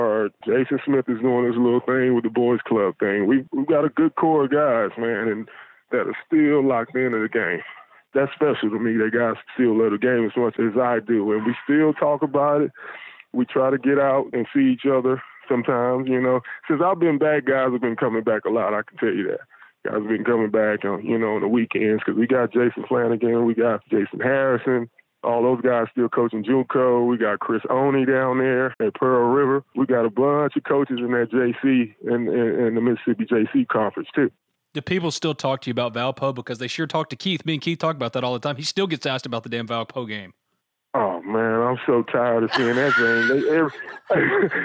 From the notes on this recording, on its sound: calls in on the Modern Woodmen phone line (26:48)